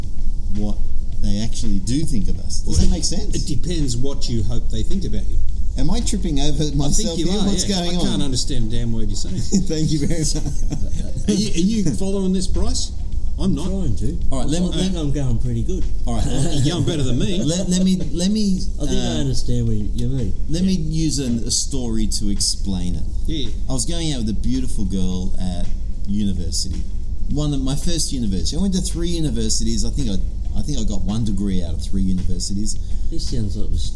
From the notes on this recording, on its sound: recording live from the Brighton Lakes Recreation & Golf Club in Moorebank.